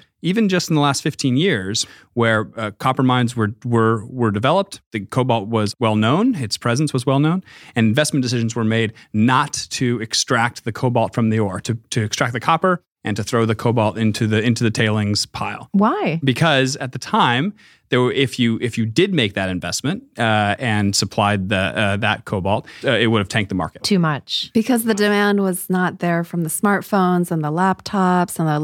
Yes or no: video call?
no